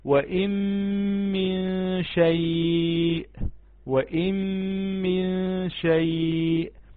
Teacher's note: لو تلاحظ معايا النون لم تنطق على الإطلاق، النون لم تنطق، احنا خرجنا من الهمزة على الميم شددناها فغنت غنة مقدار حركتين، يعني بدل النون النون نطقها مخرجها راح وتبقت صفتها وهي صفة الغنة وشدت الحرف التالي.